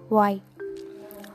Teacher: the front of the tongue is the active articulator and hard palate is the passive articulator. The sounds are y. · Term: Palatal